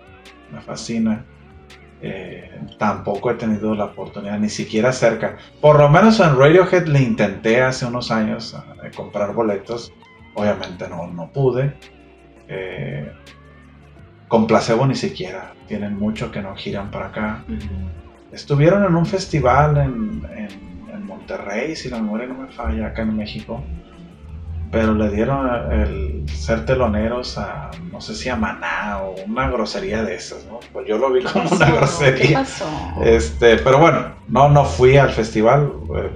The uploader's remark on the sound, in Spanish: ¡Lamentamos la mala calidad del sonido!